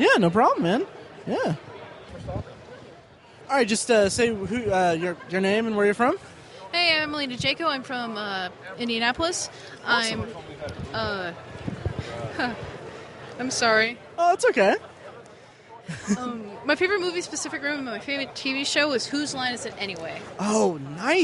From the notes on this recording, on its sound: Booth Recordings with Con Attendees. Recorded live from our booth at Indy PopCon!